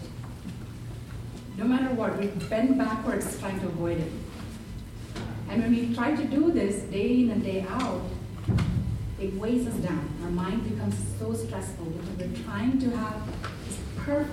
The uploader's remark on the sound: Captivated a roomful of attendees. I recorded this on the fly — so my apologies if the sound isn’t the best.